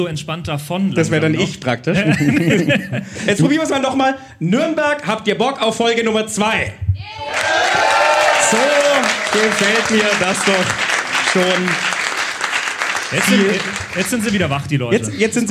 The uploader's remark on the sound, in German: vor Live-Publikum